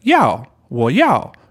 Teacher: 要 is a dropping tone. It's fourth tone. It's like 哇.